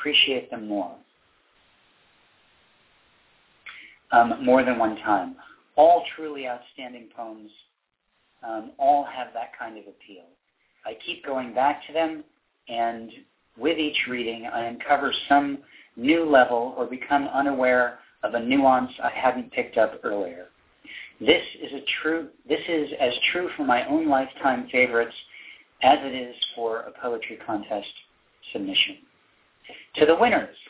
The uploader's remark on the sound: In this live broadcast! Called in live to read their poems.